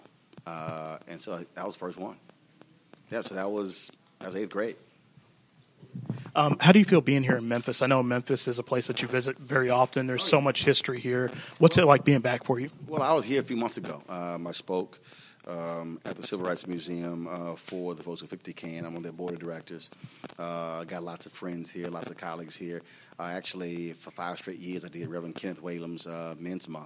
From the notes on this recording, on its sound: Live From The 2017 Masters of Funk Tour.